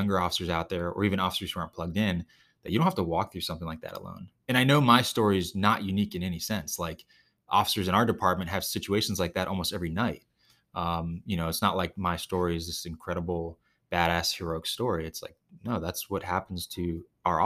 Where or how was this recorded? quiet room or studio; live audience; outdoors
quiet room or studio